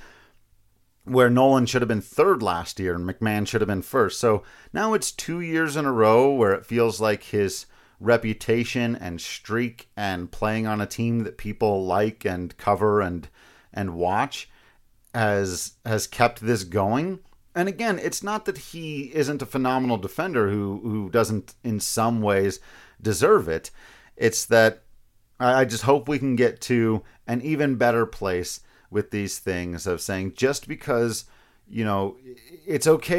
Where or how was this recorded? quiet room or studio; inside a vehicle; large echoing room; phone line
quiet room or studio